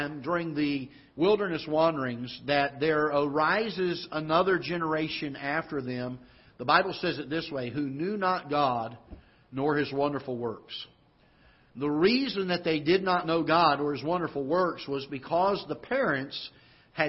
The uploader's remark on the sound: Ketha Heights Baptist Church ~ Live Broadcast. Live broadcast from the auditorium of Ketha Heights Baptist Church in Festus, Missouri.